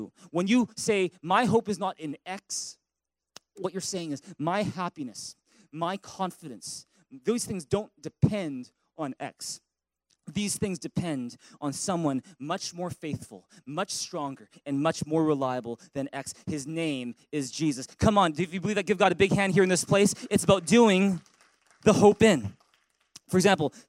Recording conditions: large echoing room